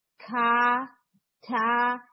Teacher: یعنی کا تا، کیونکہ عموماً اس میں نا ساؤنڈ آتی ہے کھا تھا، تو کھا اور تھا یہ ساؤنڈ ریکوائرڈ نہیں ہے. ان میں ہا کی ایڈیشن آ رہی ہے